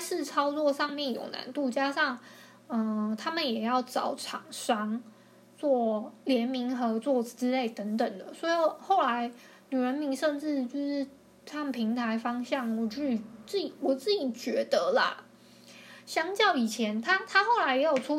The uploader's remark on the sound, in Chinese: 抱歉我後來發現收音的時候收到電腦的聲音